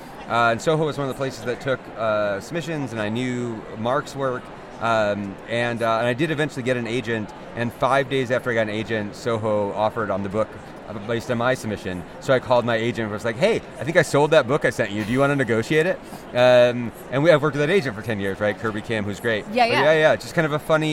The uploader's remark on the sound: Live from the conference floor at AWP 2023.